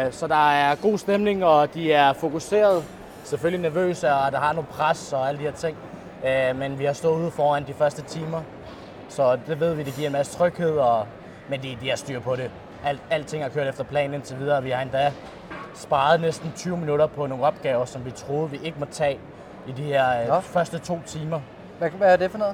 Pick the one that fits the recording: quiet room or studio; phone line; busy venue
busy venue